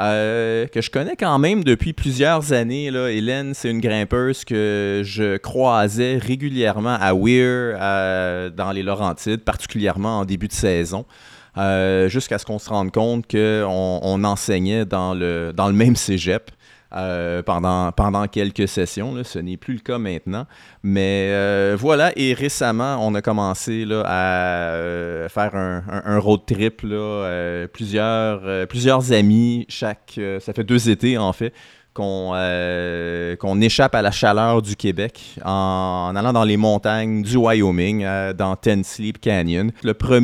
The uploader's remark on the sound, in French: live de Ten Sleep Brewery